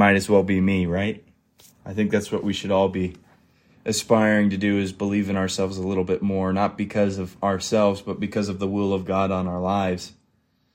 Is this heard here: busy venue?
no